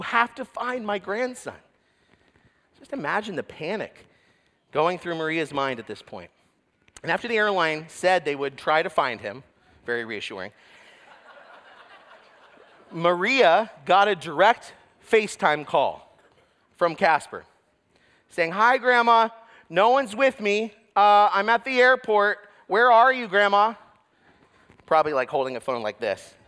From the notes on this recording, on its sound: sermon was preached at Covenant Fellowship Church on December 31, 2023.